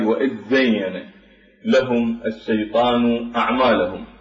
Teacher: فنقرب مخرج هذه الذال نحو الزاي وننطق بالزاي وإذ زين لهم الشيطان أعمالهم، فيكون هذه الذال تكون منطوقة بالإدغام بحرف الزاي، يعني تبدل إلى حرف الزاي.